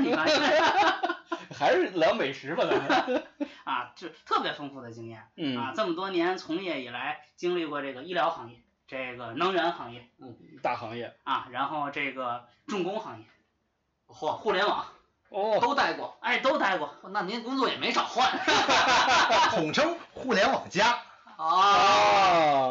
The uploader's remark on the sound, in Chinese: 录音设备出现一些小问题，收音环境比较空旷。